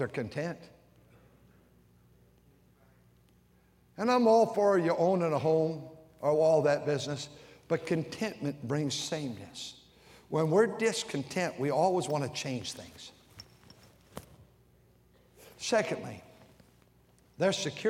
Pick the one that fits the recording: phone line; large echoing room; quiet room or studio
large echoing room